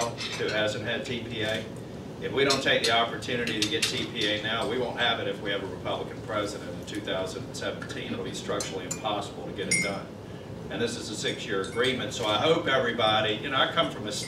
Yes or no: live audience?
yes